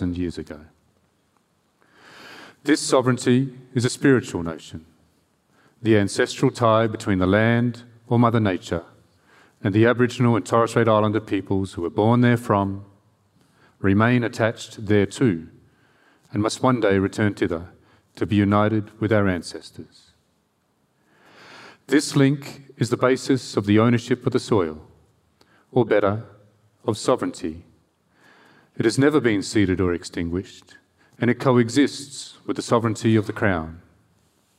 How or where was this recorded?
live audience